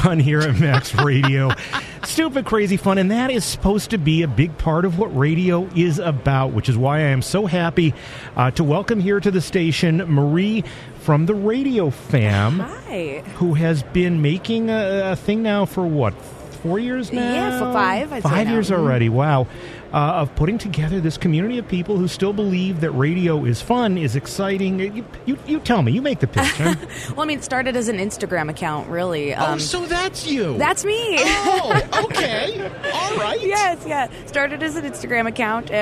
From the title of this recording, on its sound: Live at the NAB Show